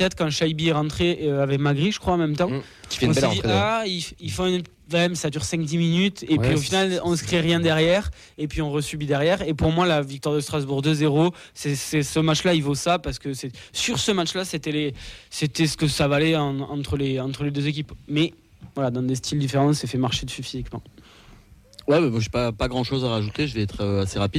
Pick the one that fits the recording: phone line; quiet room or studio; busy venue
busy venue